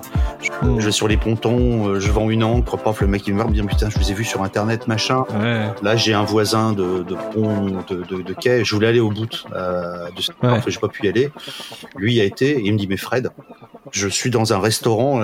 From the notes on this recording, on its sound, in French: Le bruit du vent est assourdissant